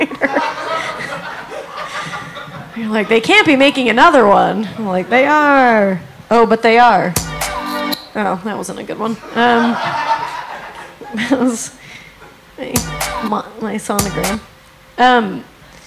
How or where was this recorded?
live audience